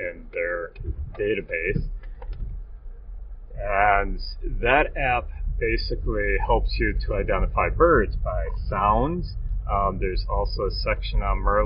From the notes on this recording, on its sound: I apologize for the poor sound quality of this episode. Between the noisy snow tires, the mike rubbing against the mirror and the road noise around us, it was difficult to edit all the background noise out. I am working on better methods of recording in the car.